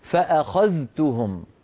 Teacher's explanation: حفص يظهر الذال عند التاء فيقول فأخذتهم